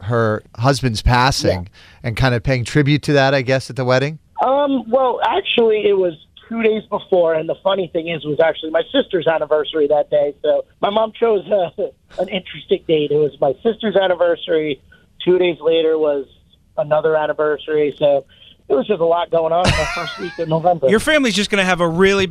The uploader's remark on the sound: called in to the GVT